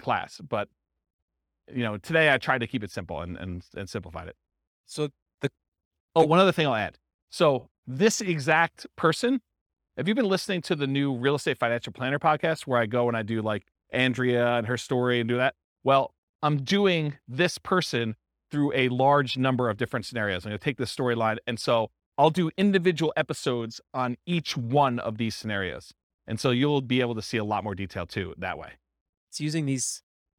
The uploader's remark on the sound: This was a live class recorded